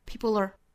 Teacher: 这个 people 和 are 之间连读是 people are 也是带出一个小 l 的发音，因为后面这个 r 是要做弱读的哈，我们读成 r，再跟前面的这个舌侧音连读，就是 people are。其实这一点也就是 dark l 加元音的连读，这个很多同学都会忽略掉哈，就是说连不上啊，就是 people are 这样读下来了。正常我们要注意是 people 要把这个 l 带出来的。People are telling